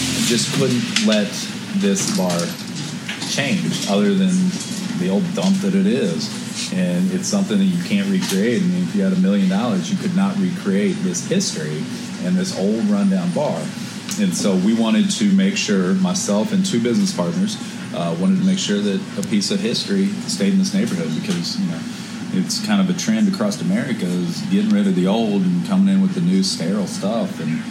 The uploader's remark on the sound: Hit the streets of Lexington, Kentucky to hit up a local Cajun restaurant, Bourbon n' Toulouse.